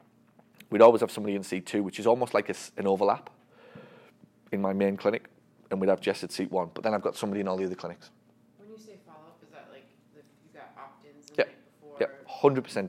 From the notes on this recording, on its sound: This one is a recording of a great discussion that took place during my recent 3-Day Marketing Bootcamp in New Orleans. It’s the morning of day 2 - listen in as the room reflects on the learning that took place the day before.